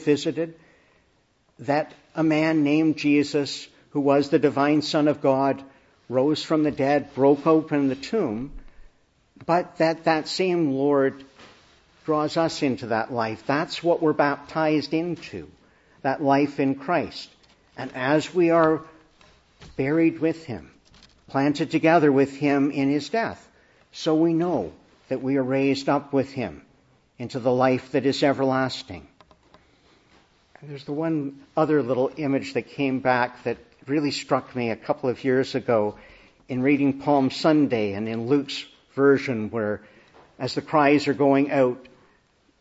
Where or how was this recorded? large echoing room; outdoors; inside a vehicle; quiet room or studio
large echoing room